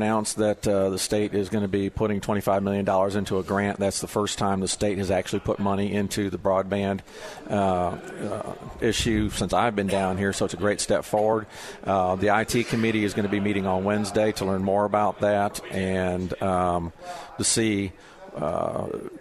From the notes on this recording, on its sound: Live at the State Capitol for Filing Day